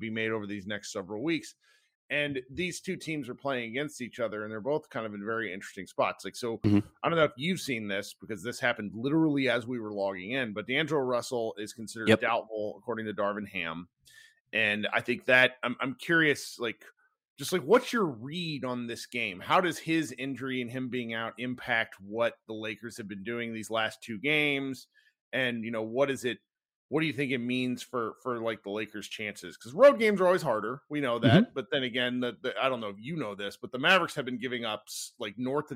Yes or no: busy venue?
no